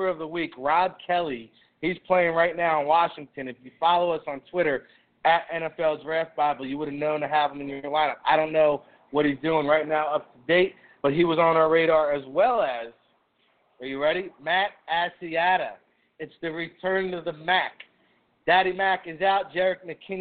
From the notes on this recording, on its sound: LIVE From Miami Mike's -East Hanover, NJ. Takes your questions via the chat room, social media or phone call. LIVE from Miami Mike's Sports Zone in East Hanover, the No.1 Sports Bar in the world according to NFL Draft Bible!